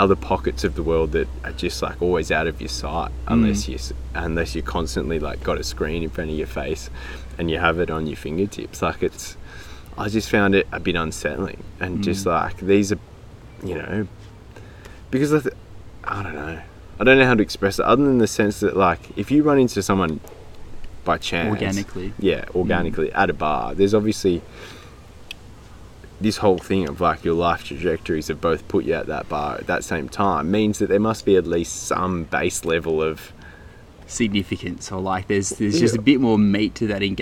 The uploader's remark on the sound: We lit a couple of homemade candles to kick this one off, which was a challenge in the wind. There’s a tiny bit of wobbly sound around the 10minute mark as nature joined us shooting the breeze, but otherwise it’s a crystal clear yarn from yet another incredibly picturesque cove of Sydney harbour. It was a bloody treat to be back in the bush with the microphone after an extended hiatus.